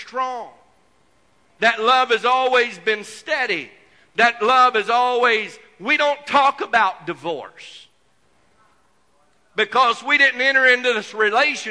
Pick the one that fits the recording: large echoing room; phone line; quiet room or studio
large echoing room